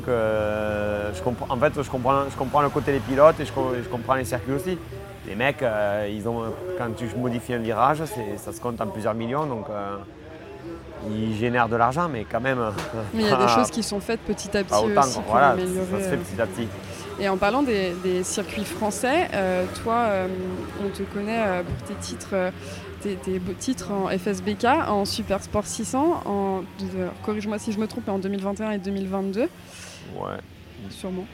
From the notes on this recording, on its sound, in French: enregistré au circuit Carole lors de l'étape du FSBK qui s'est déroulée sur le Circuit Carole en août dernier